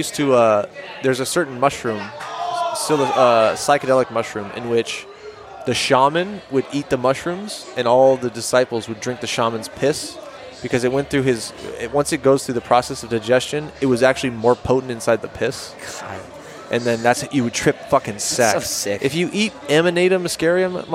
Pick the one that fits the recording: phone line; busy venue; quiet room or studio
busy venue